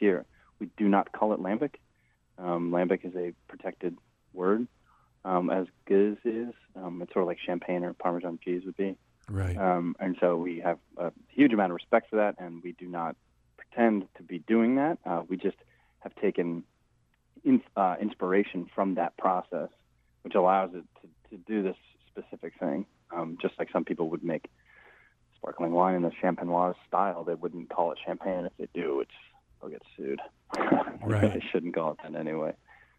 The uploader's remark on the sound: by phone